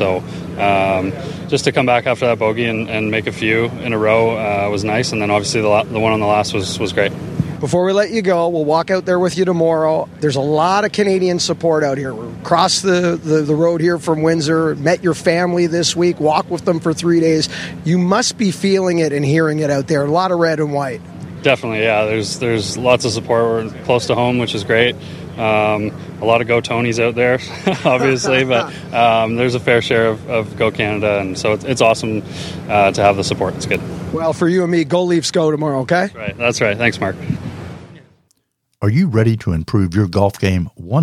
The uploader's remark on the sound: "LIVE" INTERVIEWS FROM THE ROCKET MORTGAGE CLASSIC